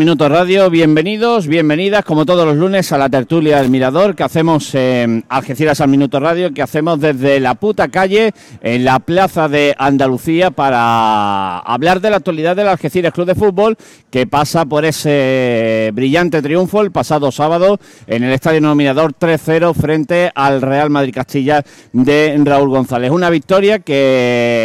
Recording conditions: busy venue